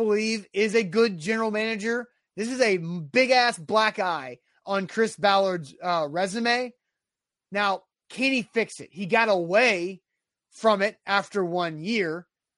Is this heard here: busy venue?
no